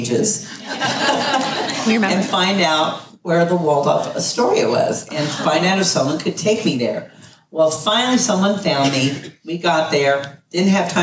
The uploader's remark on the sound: A special live show recorded during Women’s Day at The 2022 Sanford International Golf Tournament! There isn’t a dry eye in the room. The entire room agrees. Please note the audio quality of this episode reflects the uniqueness of recording a live show outside of our usual studio.